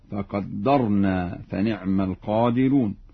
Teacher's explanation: يقرأ ورش بتشديد الدال